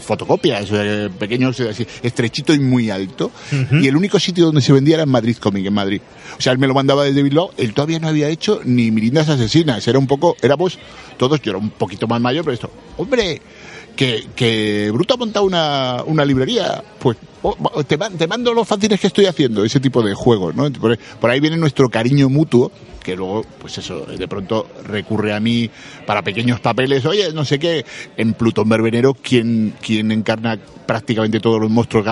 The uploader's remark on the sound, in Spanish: En Certamen Audiovisual de Cabra. Grabada desde la 24 edición del “Certamen de creación audiovisual de Cabra el pasado 20 y 21 de Septiembre de 2019.